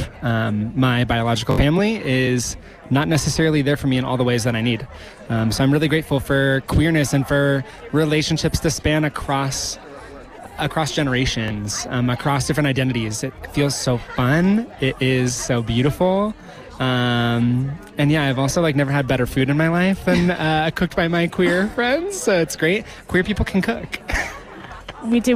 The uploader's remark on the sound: as part of a live broadcast from Aspen Ski Week